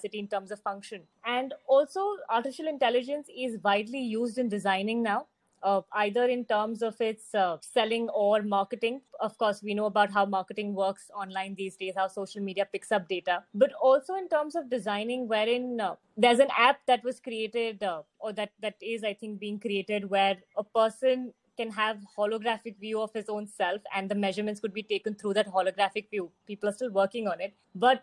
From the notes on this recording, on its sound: This virtual panel discussion